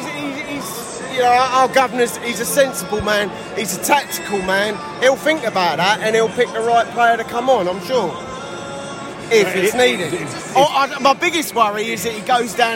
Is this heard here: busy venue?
yes